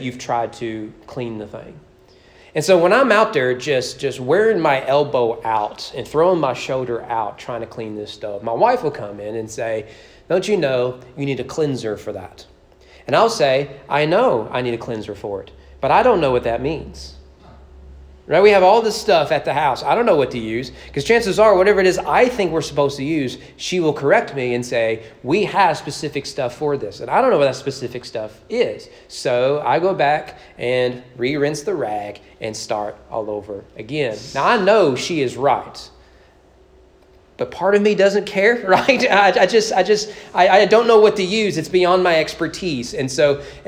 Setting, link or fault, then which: setting, large echoing room